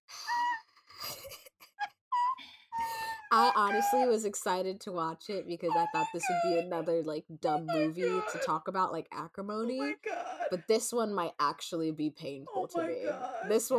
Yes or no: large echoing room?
no